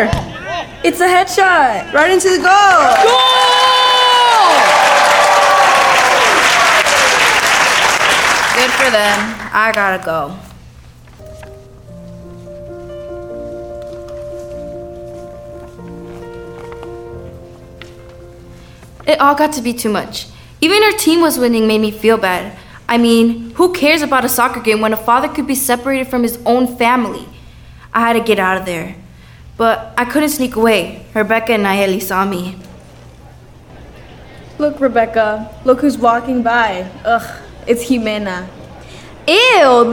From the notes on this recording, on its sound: "Purple" was recorded live at the Phipps Center for the Arts in Hudson, Wisconsin. The performance included the audience participating as the crowd at a soccer game and middle school students creating the sound effects.